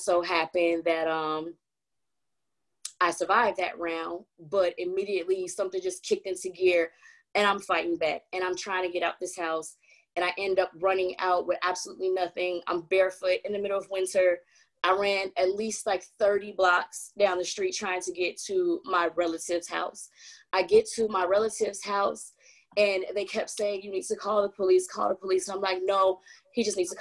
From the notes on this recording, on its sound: We are live from the 1st Annual "Virtual Speak Out: Silence Hides Violence" event, brought to you by NDV Healing & Support Inc.